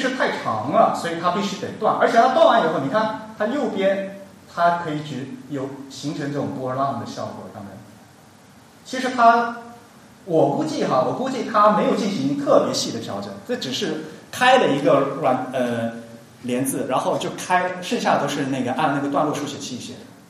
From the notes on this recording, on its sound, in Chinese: 沙龙在上海同济大学设计创意学院举办。今日播出现场录音，以飨未能到场的听众。